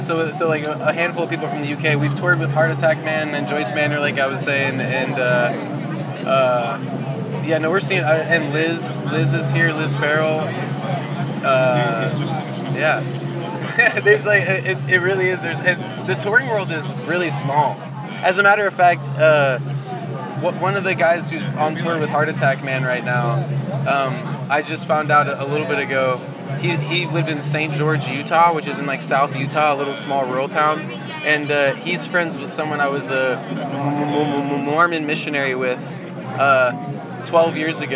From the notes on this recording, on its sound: From our 'Live from 2000 Trees 2023' series.